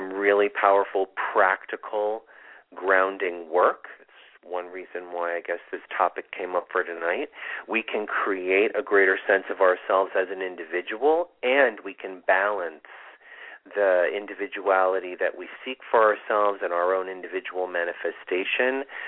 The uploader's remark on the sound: This is a call in show with live mini readings!